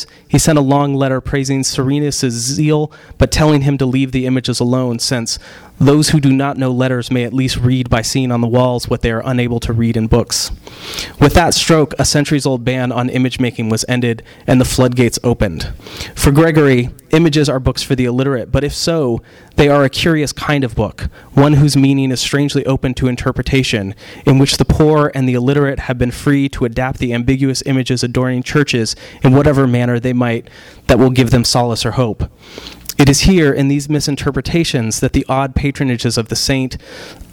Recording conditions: live audience